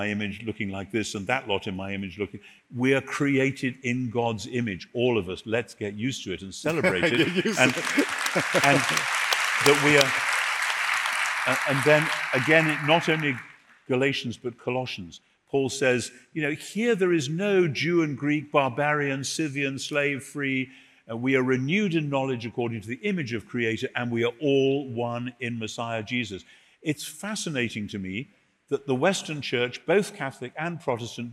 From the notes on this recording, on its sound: On-stage interview. Recorded at Rock Church, San Diego in 2019.